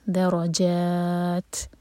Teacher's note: بعضهم درجات، دال لائٹ، بیچ میں رو ہیوی، درا نہیں، درو، درو جات، اور جا چار حرکا کھینچیں گے، یہاں رک رہے ہیں، اور تا پر جب رکیں گے تو تا پر ہمس کی جائے گی، یعنی کہ سانس جاری رکھا جائے گا